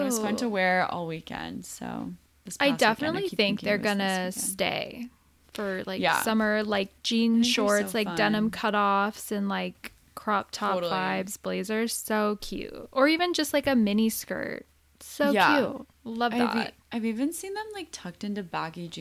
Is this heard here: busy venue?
no